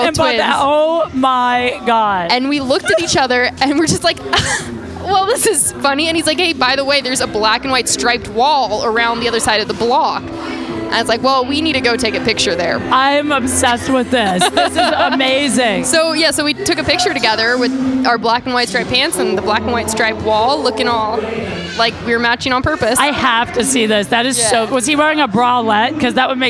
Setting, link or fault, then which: setting, busy venue